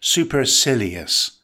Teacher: emphasize the third syllable, it's pronounced supercilious.